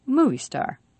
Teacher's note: movie star is a noun plus noun, so you should have put more stress on the first noun, movie, and a little less stress on the second noun, star.